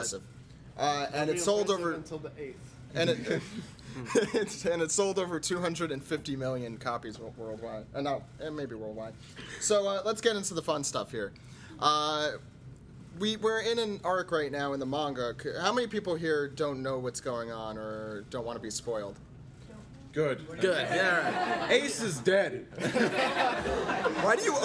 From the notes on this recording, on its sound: On this episode of The One Piece Podcast we have our live show from Anime USA. Live from Anime USA.